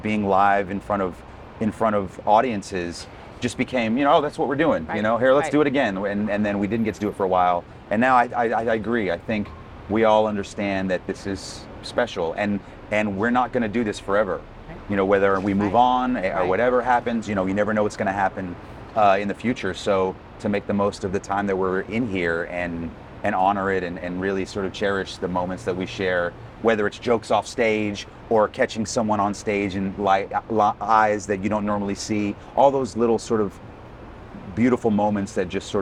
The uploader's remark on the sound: Recorded outside Broadway's Richard Rodgers Theatre. Forgive the street noise of New York City, but a passing ambulance.